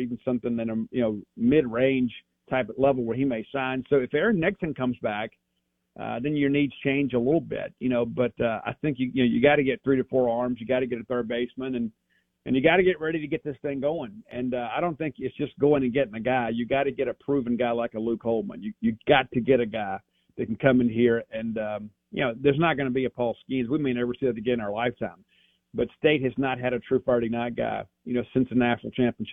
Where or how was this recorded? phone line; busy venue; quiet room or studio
phone line